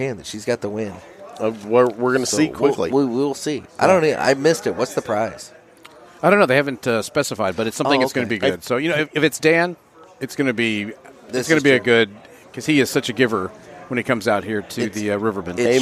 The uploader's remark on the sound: Do a joint podcast from the second annual Rivermen Cigar Company Festival. We speak with a number of listeners.